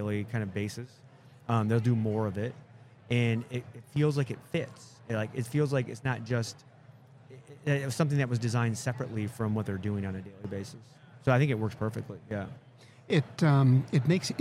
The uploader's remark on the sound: Live at the HR Tech 2022 conference